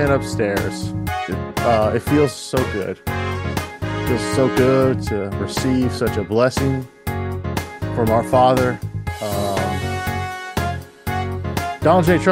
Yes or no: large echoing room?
no